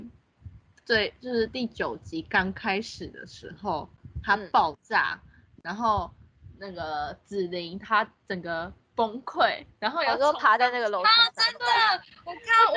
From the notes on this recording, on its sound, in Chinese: 但由於首次嘗試線上錄音。在默契和音質上真的還是待加強。